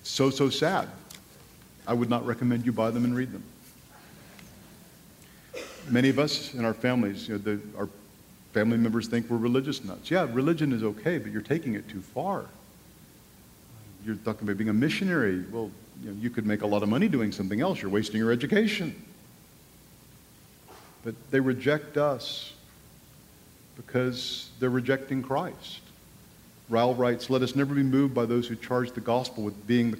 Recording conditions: live audience